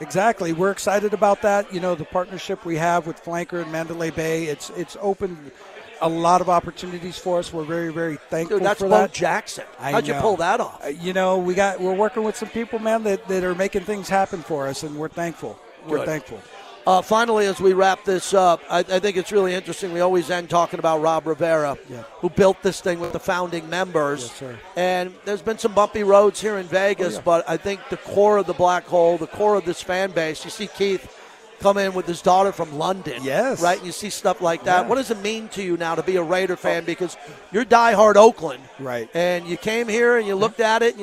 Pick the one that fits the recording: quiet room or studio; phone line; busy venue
busy venue